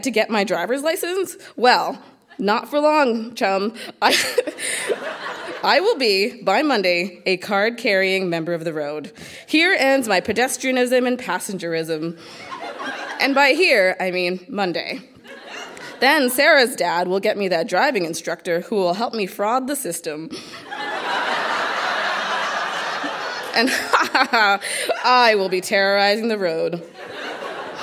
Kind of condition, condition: setting, live audience